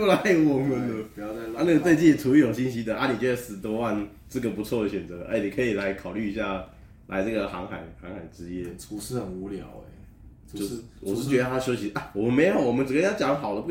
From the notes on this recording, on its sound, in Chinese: 這集的錄音設備還沒有跟上所以雜音較多